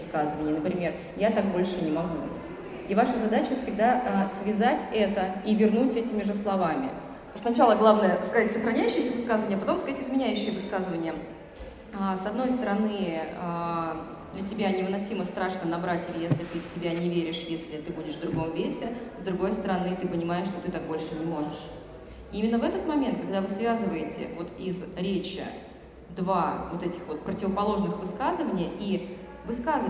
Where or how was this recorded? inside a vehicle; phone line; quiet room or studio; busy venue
busy venue